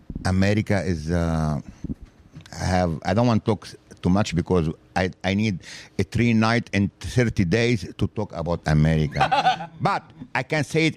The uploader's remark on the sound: in South Philly at The Rim Cafe